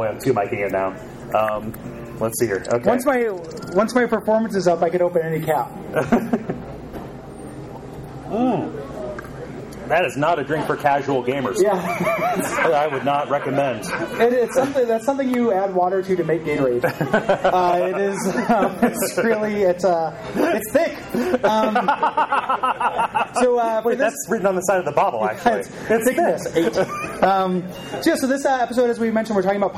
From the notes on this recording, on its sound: Live from the Midwest Gaming Classic. Afterwards, we talk about our experience at the convention.